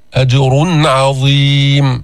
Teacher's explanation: أظهرنا النون الساكنة، أظهرنا التنوين عند العين · Term: إظهار